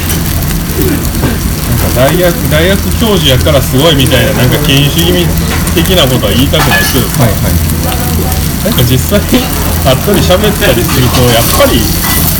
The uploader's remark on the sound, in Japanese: 東大阪のお好み焼き屋「丸福」にて収録。鉄板の近くにiPhoneを設置していたため、途中で「高温注意」の表示が出て強制終了してしまいました。